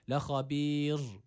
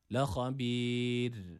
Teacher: Dolayısıyla B harfinin harekesi esra olduğu için ra harfi burada ince okunuyor. · Shown in: second take